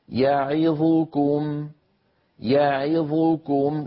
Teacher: يعظكم الفتحة في الياء والكسرة في العين والضمة في الظاء، هذه الأزمنة كلها متساوية. لا يصح أن يسرع القارئ عند حرف من هذه الأحرف المتحركة أكثر مما جاوره من الحروف. · Term: أزمنة الحروف المتحركة